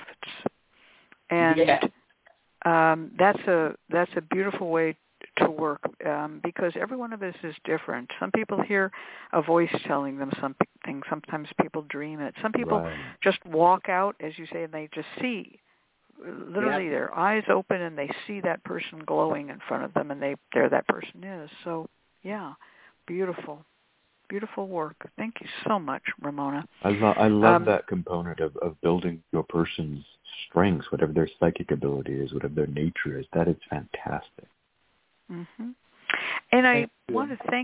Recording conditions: phone line